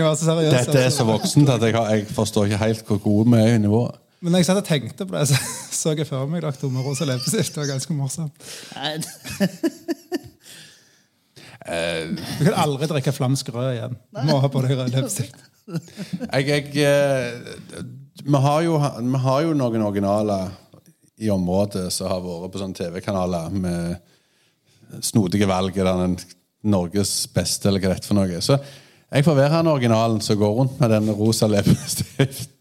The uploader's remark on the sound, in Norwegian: Live opptak av Ølpanelet for første gang